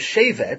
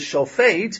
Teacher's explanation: notice that the bet and the fe are very close to each other. They're both bilabial consonants.